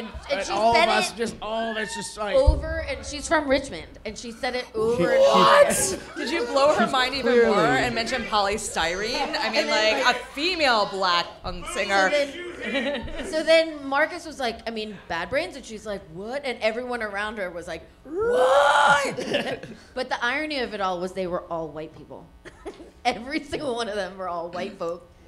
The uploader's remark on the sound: The District Of Misfits Show Live From DC9, WASHINGTON DC. Coming to you LIVE from DC9!